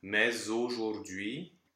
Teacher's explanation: Early on, we have mais aujourd'hui, where we need to hear the Z sound of the S.